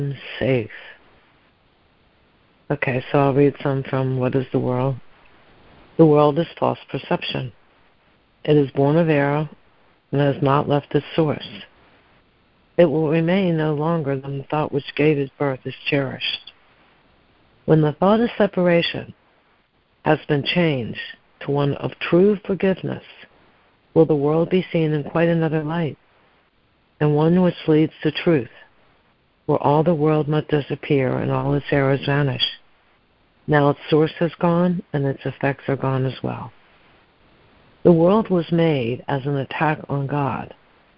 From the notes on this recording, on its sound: ACIM Daily Conference Call